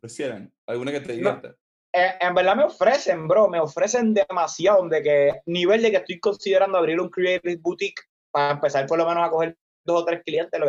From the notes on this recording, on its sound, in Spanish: Nos conectamos vía Zoom.